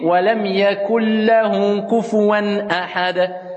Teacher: Ça c'est l'idgham bighayri ou biduni runna, sans nasalisation.